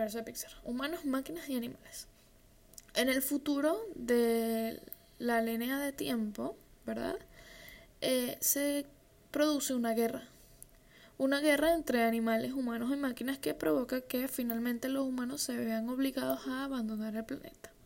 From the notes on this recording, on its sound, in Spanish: Con ruido de un optra de fondo.